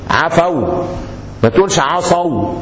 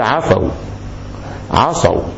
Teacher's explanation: تقف على سكون وتبقى الواو خفيفه واوعى تشدها · Shown in: second take · ما تقولش ايه عفوا ما تقولش عصوا لان كده واو ايه شداده امال تقول ايه تقول عفوا عصوا.